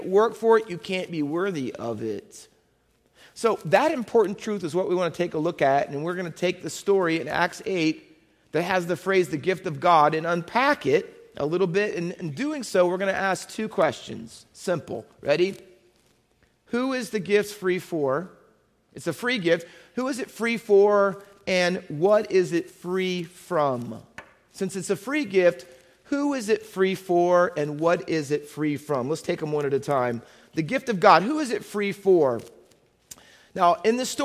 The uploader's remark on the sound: Faith Baptist Church in Hamilton, NJ.